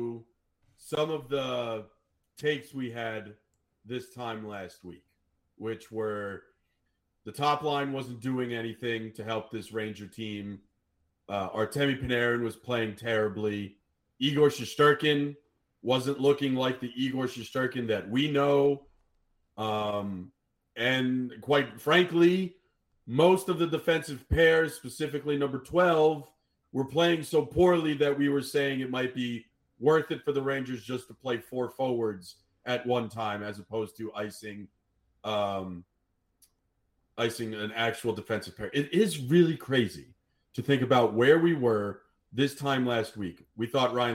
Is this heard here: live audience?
no